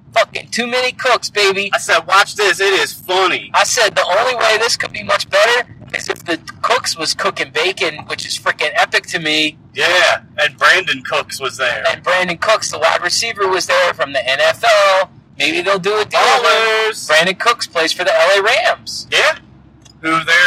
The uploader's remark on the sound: The Boys hit the road and have to discuss BALLERS 406 on a laptop like a couple of poors. Either excuse the audio quality or pretend this is a concept minisode hosted by robots.